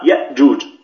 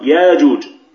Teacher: أبدل الهمزة حرف مد من جنس حركة ما قبله · Shown in: second take